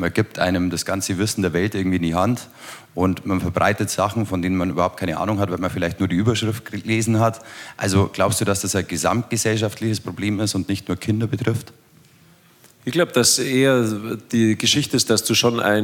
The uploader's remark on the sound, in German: anlässlich der 100-Jahr-Feier von LOWA Platz auf der Live-Bühne genommen